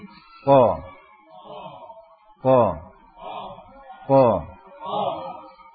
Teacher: Jadi lidah kita ini menyentuh langit-langit yang lunak. · Term: huruf qaf